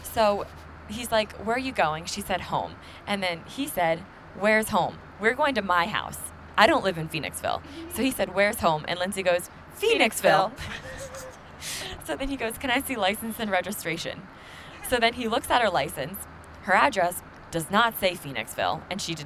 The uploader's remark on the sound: We recorded this while I was on my flight to Jamaica. Decided to bring out the mics and record an episode to take my mind off of it even more and it helped so much.